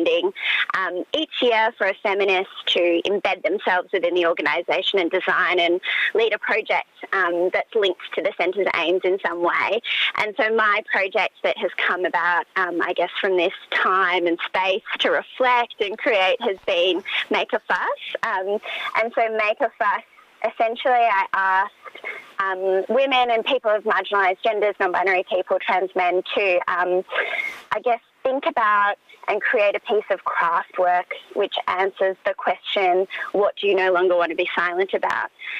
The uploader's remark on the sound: is joined on the line